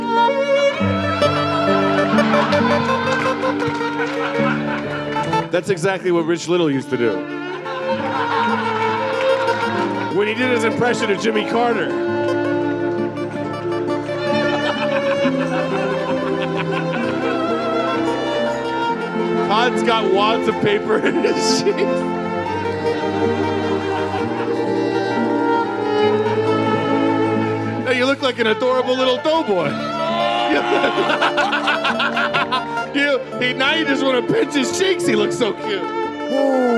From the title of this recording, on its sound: Live from the LA Podcast Festival!